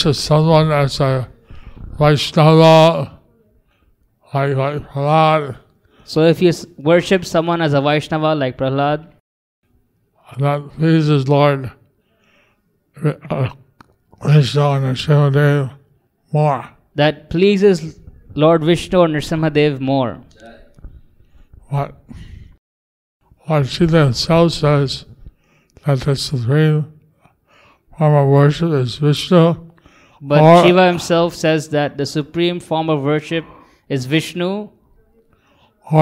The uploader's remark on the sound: Evening Narasimha Catudasi Lecture in Mayapur. Sri Mayapur, India.